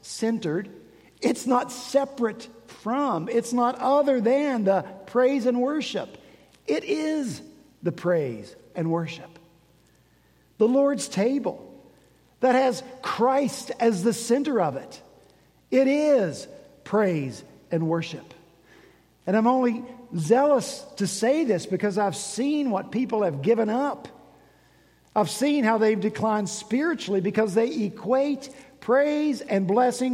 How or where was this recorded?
large echoing room